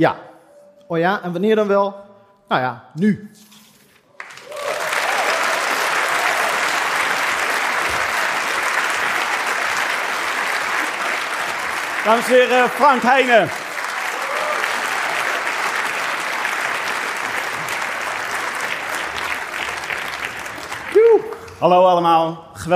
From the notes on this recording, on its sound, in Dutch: Bij hoge uitzondering kwamen uw favoriete bankzitters van de bank om zich te verplaatsen naar Tivoli Vredenburg. Live opgenomen met velen van jullie in aanwezigheid. En met natjes biertjes tijdens en na.